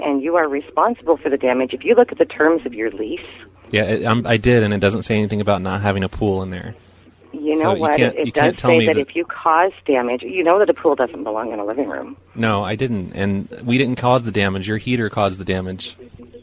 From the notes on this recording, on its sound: RBCP's Personal Prank Phone Calls Collection. Apartment - living room pool.